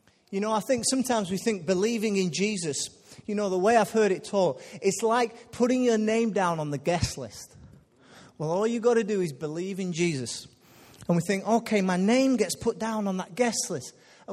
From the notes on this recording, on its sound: Recorded live at Life Church Lancashire